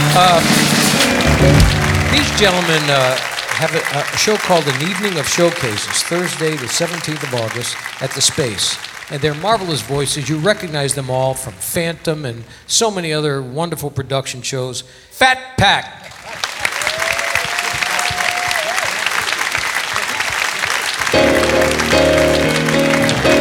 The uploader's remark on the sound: Live at the SouthPoint Casino